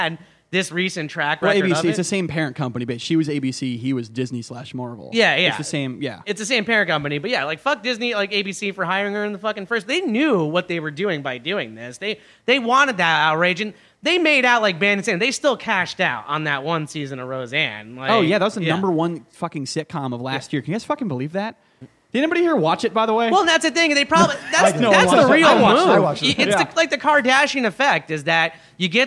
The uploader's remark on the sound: Our first ever live episode. Four mics of pure chaos. This was recorded live in front of an audience. At the beautiful new Misfit Hive up in Queens.